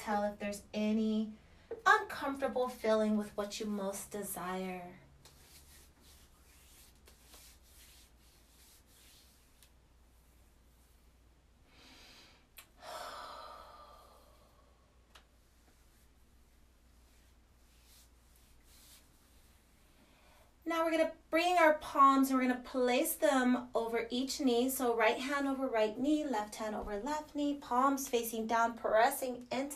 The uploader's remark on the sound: This guides meditation was recorded during a LIVE session. The sound is a bit inconsistent.